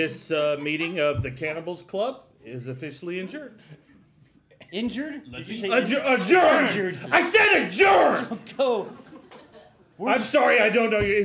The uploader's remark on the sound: Live from the Miami Improv Festival!!